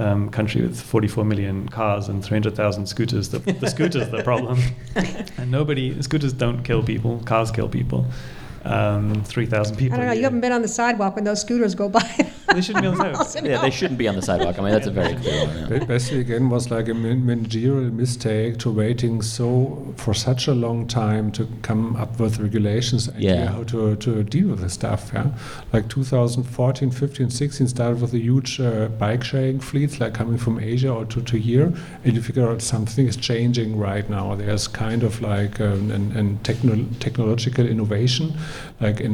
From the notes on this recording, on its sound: Excerpts from our recent live show at the Selina Hotel Mitte in central Berlin.